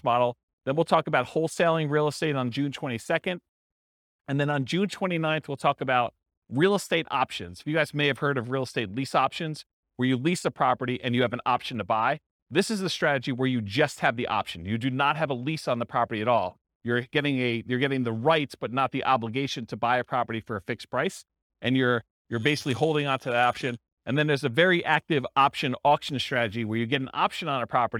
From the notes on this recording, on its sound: This was a live class recorded